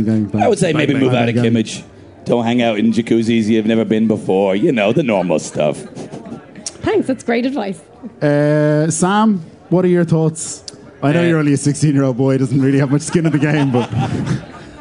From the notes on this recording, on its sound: Live at Electric Picnic. Live from the 'Ah, Hear!' stage at Electric Picnic 2018.